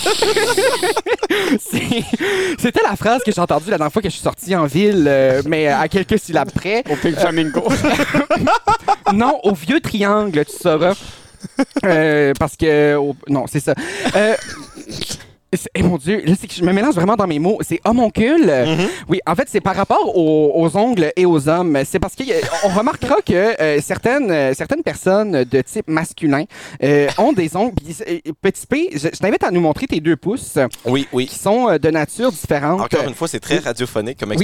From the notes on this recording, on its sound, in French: Enregistré sur la terrasse du Pays de la Sagouine à Bouctouche.